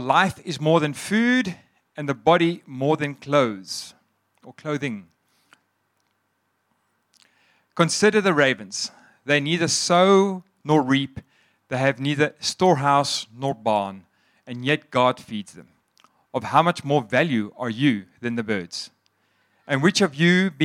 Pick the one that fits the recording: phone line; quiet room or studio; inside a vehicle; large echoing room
large echoing room